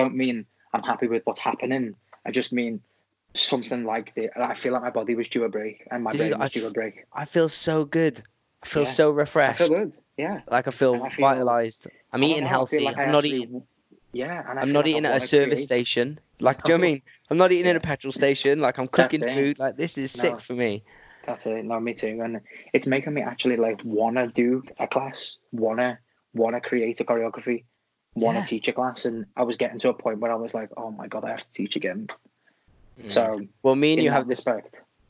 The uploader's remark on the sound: Are both in self isolation and have a catch up over skype.